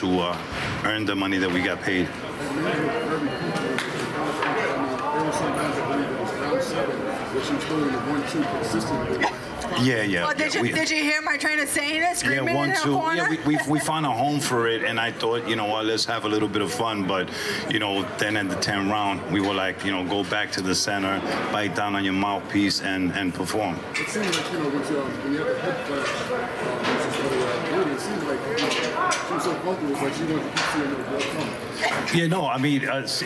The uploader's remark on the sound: Post Fight press Conference